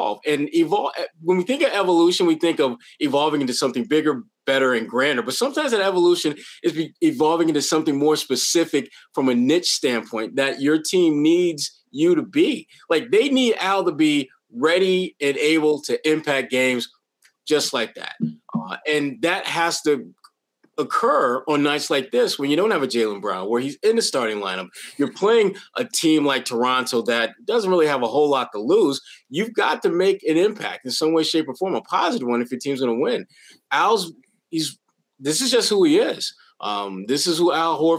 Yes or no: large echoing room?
no